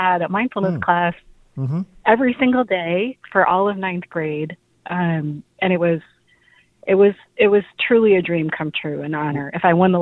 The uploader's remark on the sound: Teachers call in to tell us how they’re doing this year.